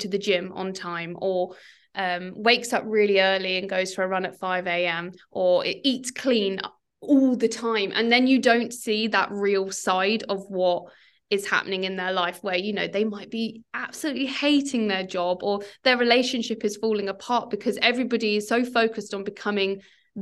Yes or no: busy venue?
no